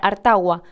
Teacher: Pero además, por la entonación, parecía que harta agua era una sola palabra